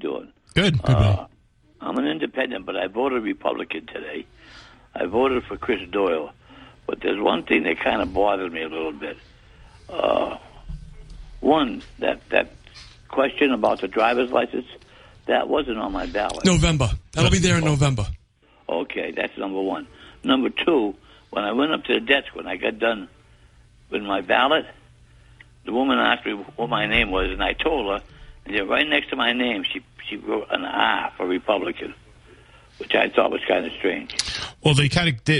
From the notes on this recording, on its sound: It's primary election night in the SouthCoast and the Commonwealth! Take calls from the audience.